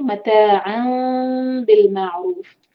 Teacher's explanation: मतान इन मीम के बाद जब बा आ रही है तो हम मीम का साउंड को छुपाएंगे, तो ये है मीम का इख्फा शफवी, तो हम कहेंगे मतान बिल मारूफ।